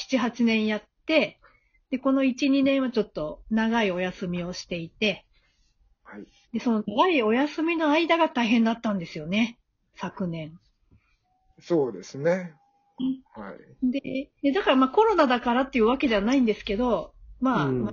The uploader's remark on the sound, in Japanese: 名古屋からお送りするほんぽっど。まだradiotalk収録に慣れてないので多少、音声が乱れてます。